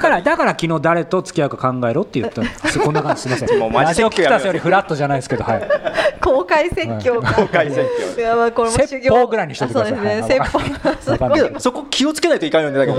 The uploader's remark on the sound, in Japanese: 初の公開収録！今回も昨年の11月30日に行われた公開収録の続きです。